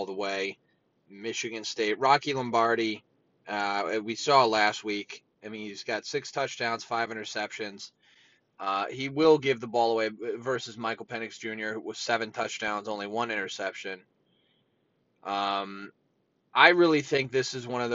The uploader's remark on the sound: Filmed live in my truck on a lunch break.